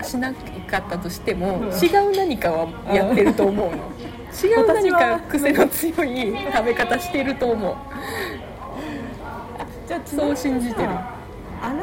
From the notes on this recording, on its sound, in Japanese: In MILK（生クリーム専門店）。店内の雑音が結構うるさいかもしれませんので、。